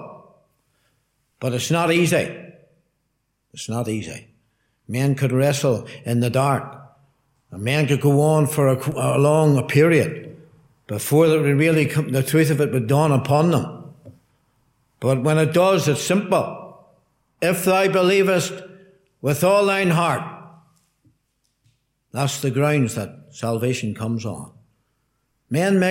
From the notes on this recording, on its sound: Gospel Audio from Ballyclare Gospel Hall